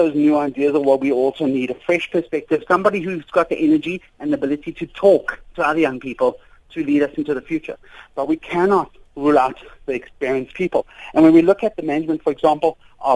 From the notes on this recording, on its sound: On the line we are joined